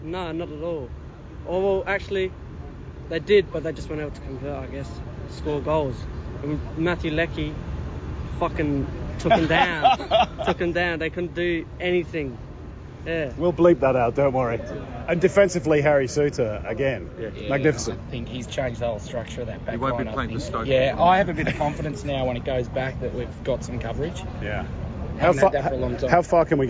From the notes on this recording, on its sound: Outside the Al Janoub! Speaks to the fans outside the Al Janoub Stadium after the historic victory over Denmark!